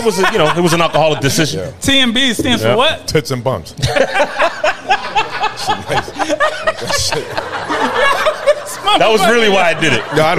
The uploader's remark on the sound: The bunch recorded with their 1st live audience. Talked with the audience.